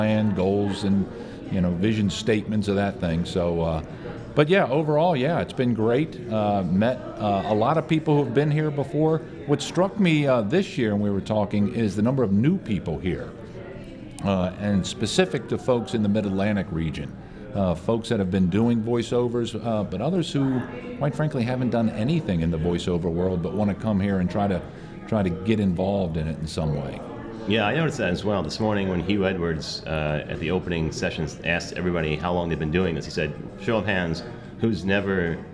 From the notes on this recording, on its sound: We had the distinct pleasure of recording at MAVO 2018.